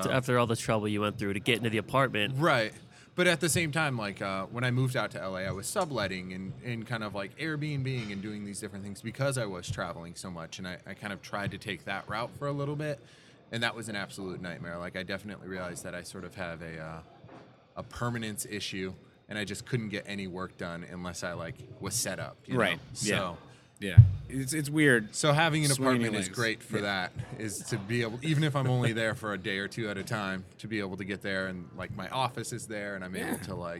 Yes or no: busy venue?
yes